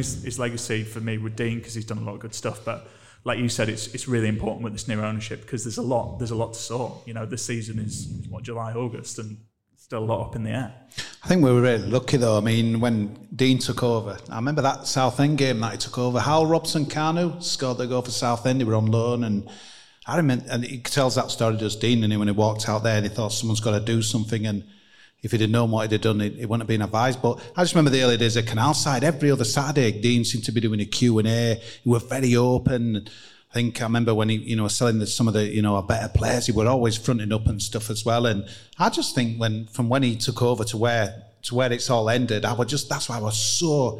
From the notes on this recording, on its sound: LIVE at Magic Rock! We're live in front of an audience.